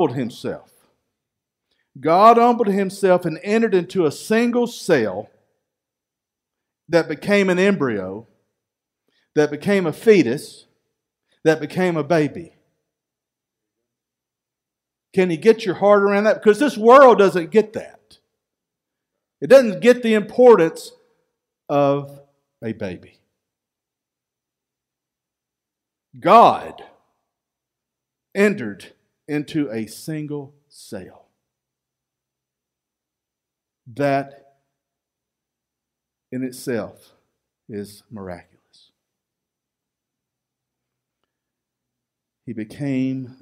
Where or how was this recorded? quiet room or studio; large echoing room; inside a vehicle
large echoing room